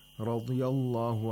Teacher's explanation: the Dad has the lowest level of Tafkhim because it has a Kasra in the word Radiyah.